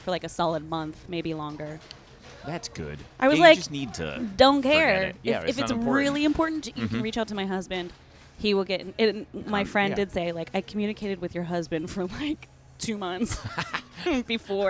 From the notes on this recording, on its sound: At le cafe coffee on Lexington Avenue between 55th and 56th in New York City.